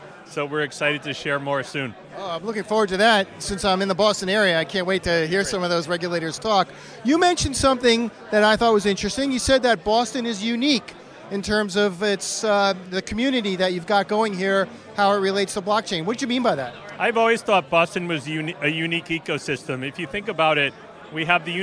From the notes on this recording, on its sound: In this video podcast interview recorded during an Institutional Digital Assets Forum event in Boston on December 4th, 2023. The event was produced in partnership with the TABB Group and focused on blockchain adoption within enterprises as well as institutional investment in cryptocurrency.